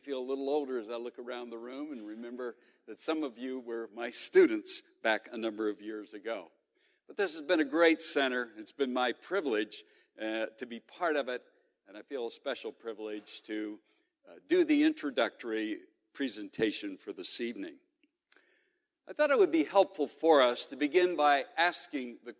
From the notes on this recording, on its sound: The following podcast was originally recorded at The Center for Bioethics & Human Dignity 25th annual conference, Bioethics & Being Human . In this opening session of the conference.